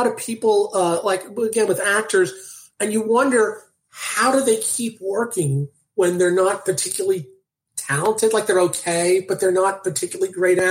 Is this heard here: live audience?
no